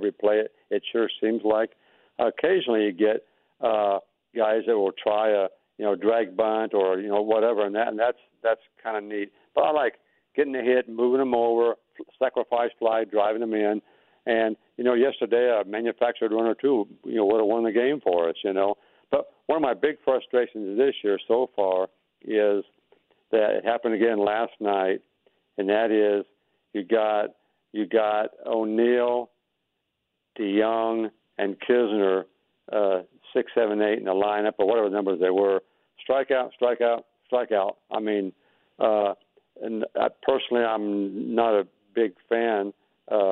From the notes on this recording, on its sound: Opens up the phone lines to discuss all things Cardinals.